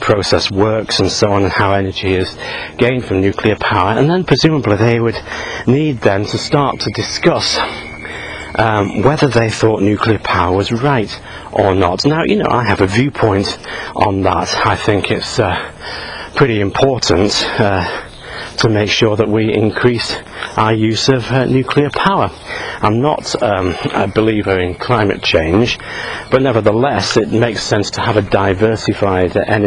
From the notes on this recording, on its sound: while out walking his dog